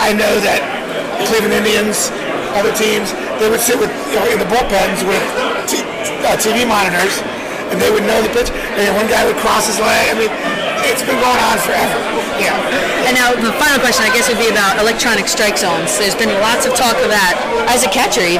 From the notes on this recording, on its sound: A Mint Pros Stadium Suite Event. Meeting fans at Yankee Stadium.